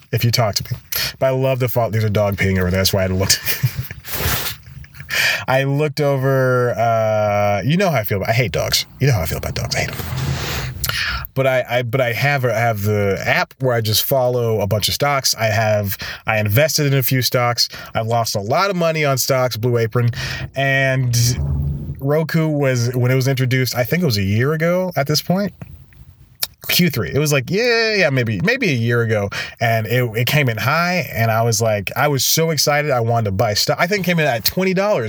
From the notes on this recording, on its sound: Back in the car for this week's episode. This time, he's parked outside of a coffee shop he just went to.